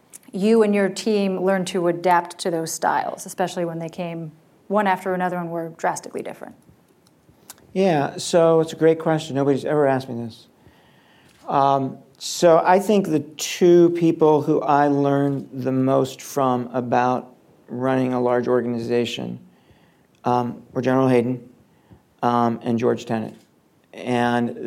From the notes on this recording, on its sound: Live Taping. Hayden Center for Intelligence, Policy, and International Security at George Mason University’s Schar School of Policy & Government.